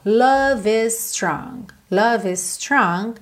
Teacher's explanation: O é do love não é pronunciado, eu já ligo no I. E o is com strong soa um S só.